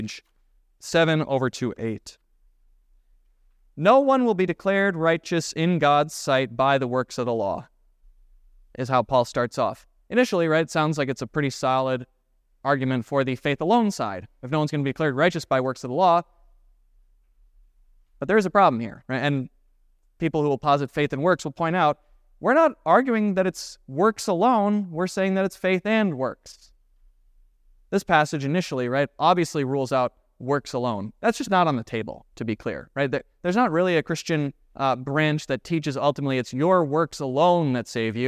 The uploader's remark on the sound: This Sunday sermon, based on Romans 3:19-30 , was preached at Grace of God Lutheran on October 29, 2023.